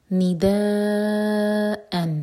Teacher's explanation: دا مد متصل چار حرکہ لمبا کرنا ہے اس کو